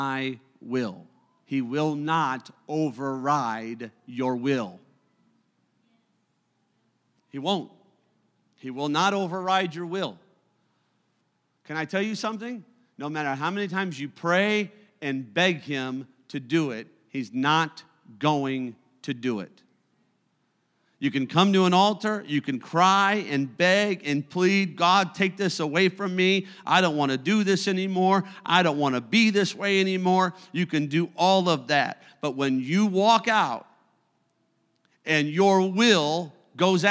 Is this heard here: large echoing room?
yes